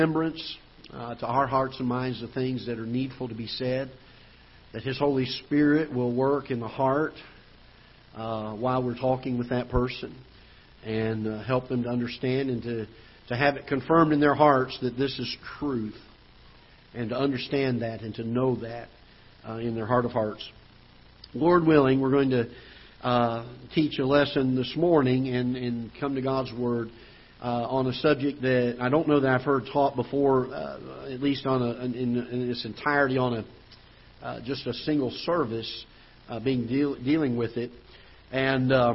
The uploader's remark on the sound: Ketha Heights Baptist Church ~ Live Broadcast